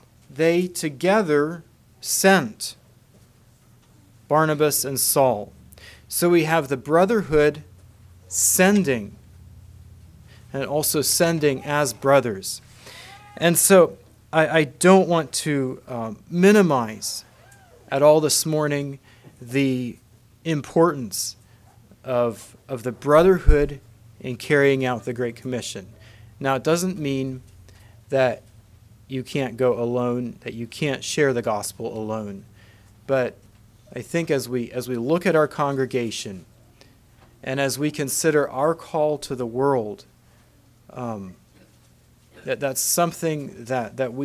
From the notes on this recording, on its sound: Message preached at Word Of Hope on July 23, 2023